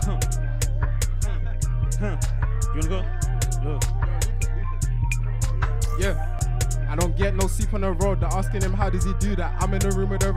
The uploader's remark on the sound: live from the arcade